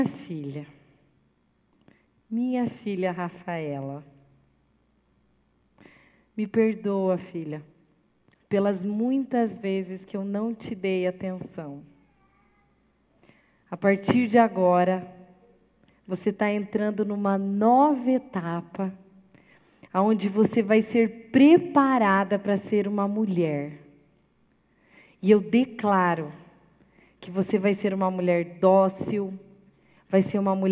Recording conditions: large echoing room